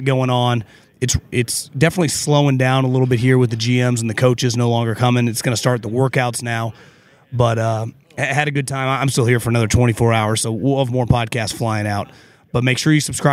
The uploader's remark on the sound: Live from the NFL Combine